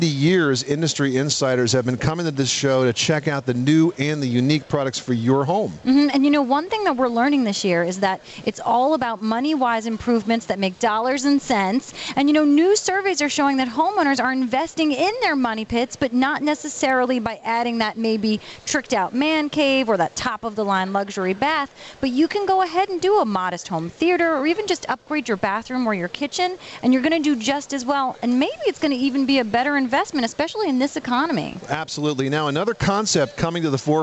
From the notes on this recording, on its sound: This is a live broadcast from the National Hardware Show in las Vegas, Nevada.